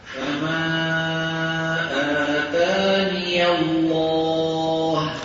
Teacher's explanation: قرأ حفص قوله تعالى: فما آتاني الله في النمل بياء مفتوحة في آخره وسطا